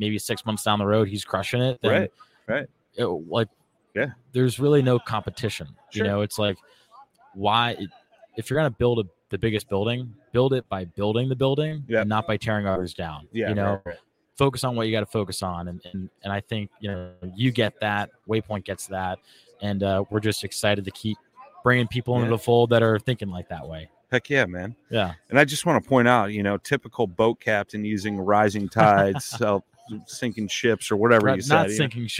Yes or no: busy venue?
yes